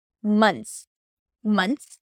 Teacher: since it's a difficult transition, N to T-H, mth, and then bring it into an S, mths, you can drop the T-H · IPA: mʌns